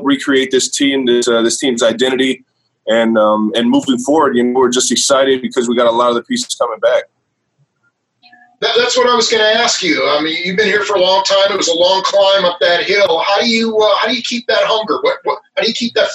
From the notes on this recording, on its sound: Hear the Zoom conference calls